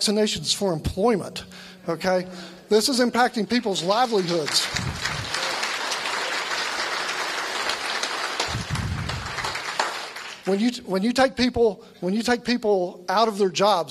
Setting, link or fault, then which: setting, live audience